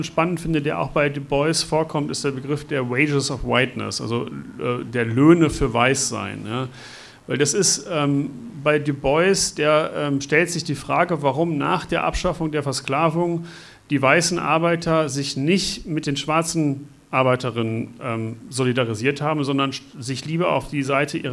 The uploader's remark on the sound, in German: Buchvorstellung und Gespräch. Mitschnitt der Veranstaltung vom 18. In leicht gekürzter Form.